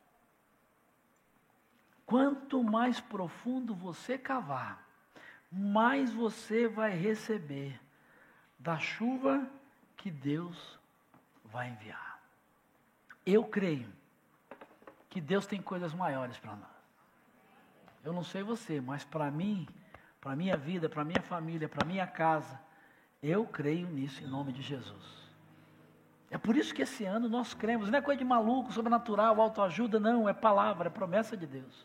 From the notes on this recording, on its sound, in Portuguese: Celebração ao vivo